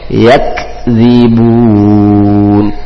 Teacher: huruf kaf keluarkan huruf hamasnya, yak sedikit saja, yak syiddah dulu, yak baru keluar huruf hamasnya